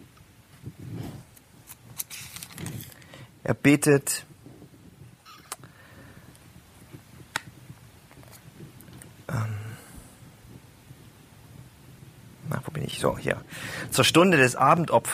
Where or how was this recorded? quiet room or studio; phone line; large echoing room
large echoing room